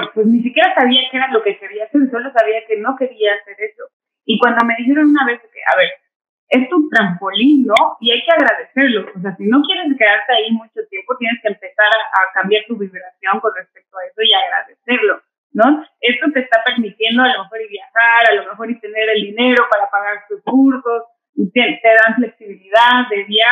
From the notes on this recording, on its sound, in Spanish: Gracias por tu paciencia con el audio